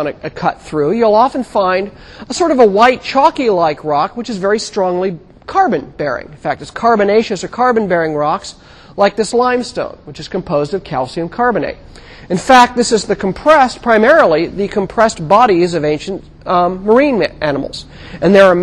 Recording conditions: large echoing room